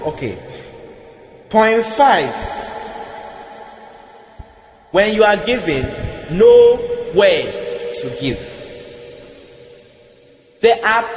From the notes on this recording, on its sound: Preached at The Praise Experience Praise Night 9 Service, LIVE at the Love Arena Church, Accra - Ghana.